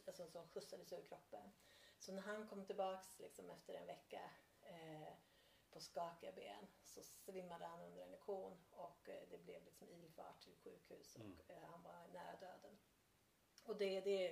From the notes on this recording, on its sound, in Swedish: Lite dåligt ljud men en viktig podd så på med hörlurarna